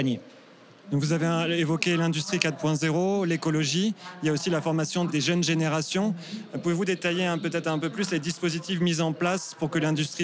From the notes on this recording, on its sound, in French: Enregistré depuis le salon Global Industrie qui s’est tenu du 17 au 20 mai à Paris. Tous les deux ont ainsi pris place dans le studio d’enregistrement du Hall 5 du Parc des Expositions de Villepinte pour répondre aux questions de notre journaliste.